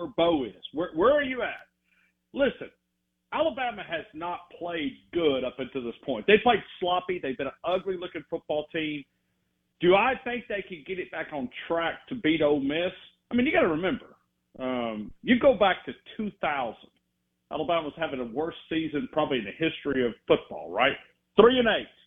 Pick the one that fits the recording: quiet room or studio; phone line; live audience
phone line